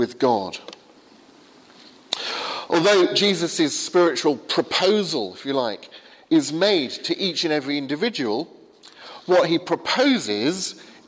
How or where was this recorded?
large echoing room